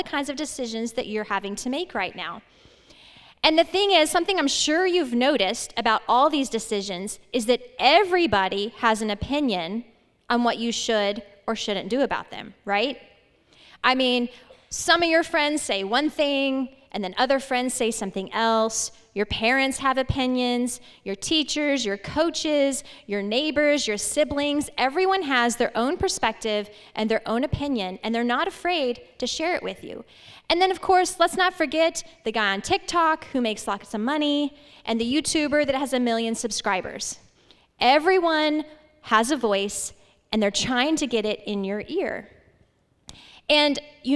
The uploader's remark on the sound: This message was presented live on May 3rd 2022. At Legacy Church in Hutto, TX.